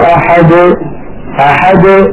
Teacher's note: يعني مثلا لما يقول الفم قل هو الله احد احد ليس بعد الدال حرف فالدال وقلقلتها تخرج واضحة جلية · Term: القلقلة